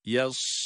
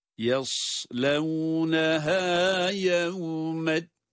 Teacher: Yas diye, sadı kalın okuyarak. · Term: sad kalın